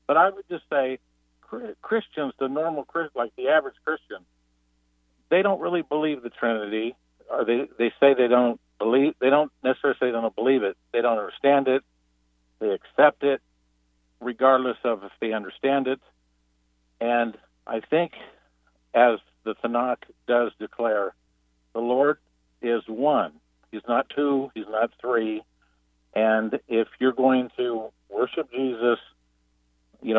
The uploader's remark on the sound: Opens the Phones